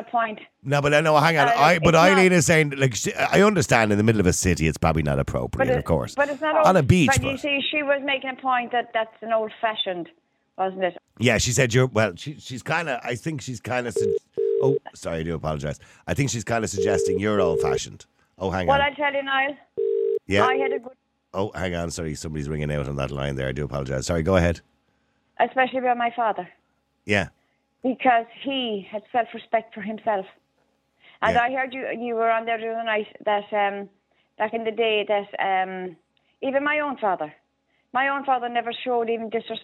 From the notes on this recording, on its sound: Opens the phone lines, inviting callers to share their opinions on the matter.